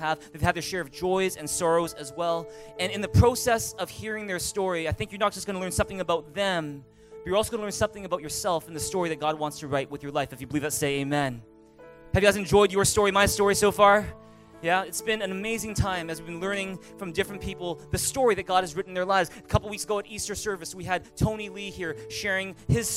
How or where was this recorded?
large echoing room